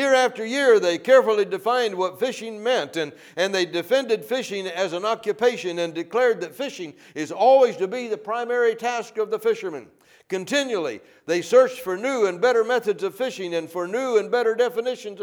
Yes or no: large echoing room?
yes